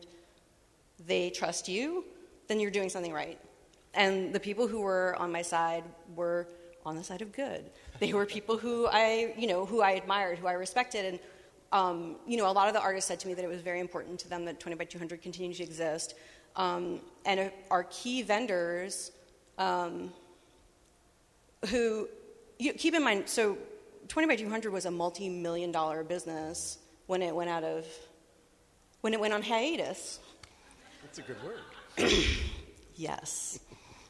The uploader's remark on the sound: Live from XOXO 2014. Live on stage at the XOXO 2014 festival in Portland, Oregon, as part of the Story evening.